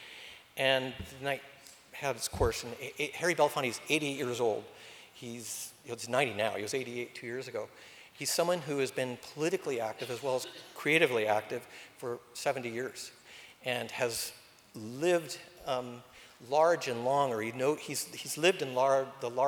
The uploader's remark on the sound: recorded this Town Hall Seattle event on June 27.